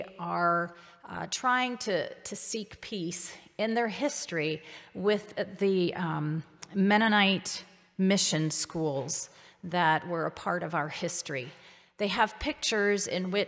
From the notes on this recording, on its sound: A collection of participants share reflections at a Park View Mennonite Sunday morning service.